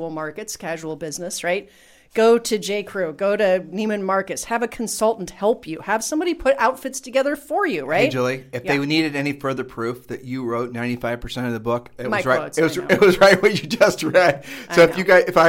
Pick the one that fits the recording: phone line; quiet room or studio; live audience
quiet room or studio